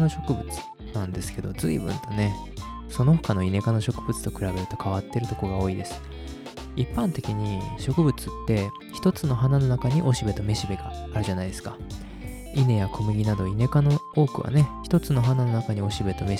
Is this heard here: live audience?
no